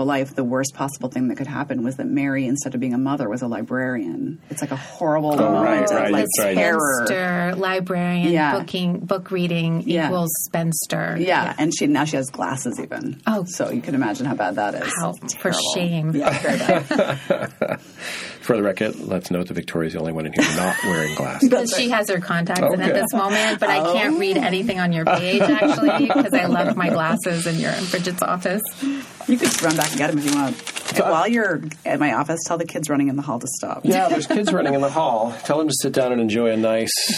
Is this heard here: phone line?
no